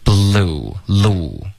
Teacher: Blue 的这个 L 的音要更干脆一点，现在发的有点像一个 R 的音了